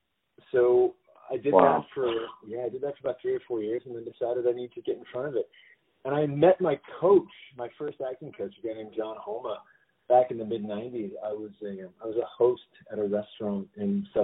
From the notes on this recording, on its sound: On the phone